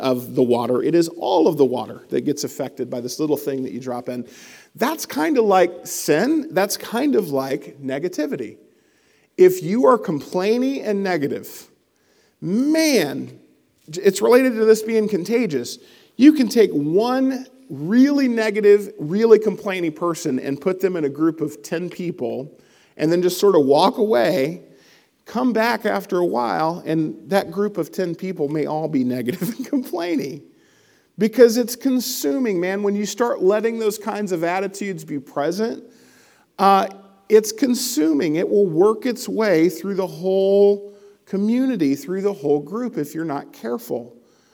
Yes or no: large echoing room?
yes